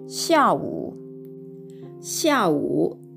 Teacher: 上から下に急降下する音になります